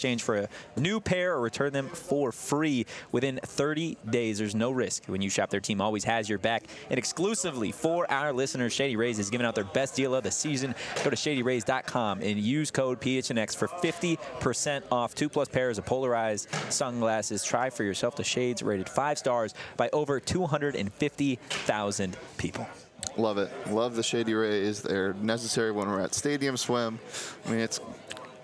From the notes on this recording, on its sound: live from Pac-12 media day